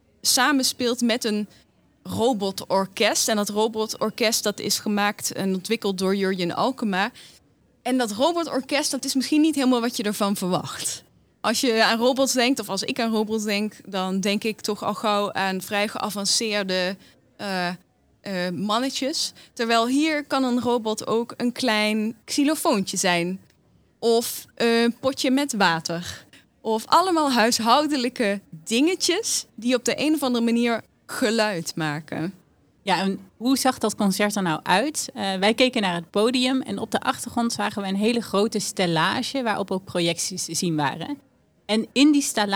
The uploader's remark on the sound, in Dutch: Brengen we verslag uit vanaf het September Me festival in Amersfoort. September Me is een muziekfestival voor ontdekkers en verdwalers waar innovatieve muziekpraktijken centraal staan.